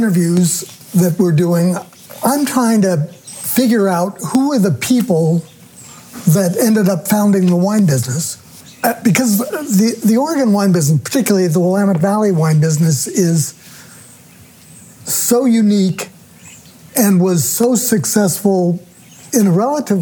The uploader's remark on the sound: talked on the terrace outside the home we built together in 1971, which sits on top of our original winery